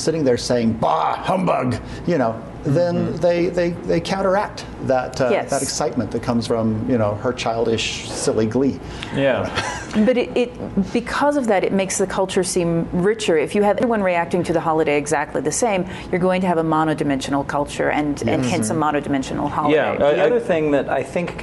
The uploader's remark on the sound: This 'cast was recorded at Superstars Writing Seminars